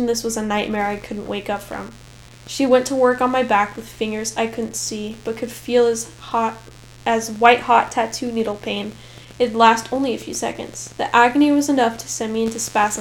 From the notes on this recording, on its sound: there's some weird static in this episode